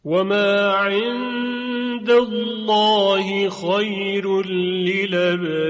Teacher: ابرار اماله داره و رائش ترقیق میشه